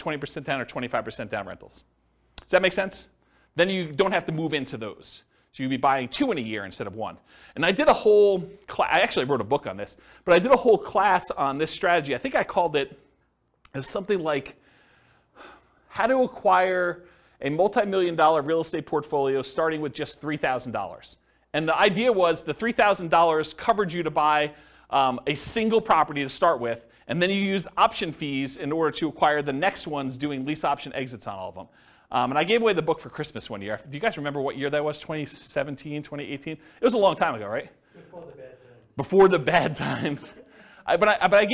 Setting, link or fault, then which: setting, live audience